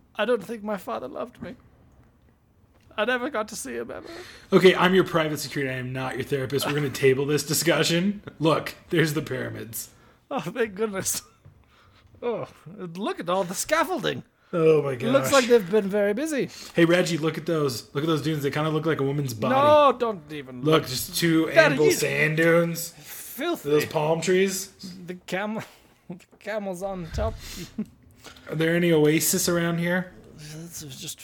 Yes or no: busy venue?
no